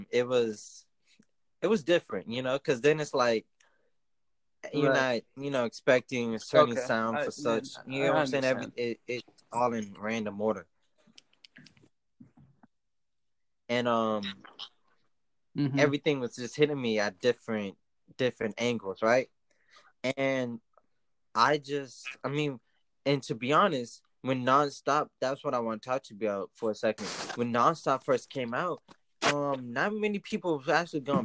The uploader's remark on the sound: Still living the quarantine lifestyle smh and sorry for the Audio latency as well!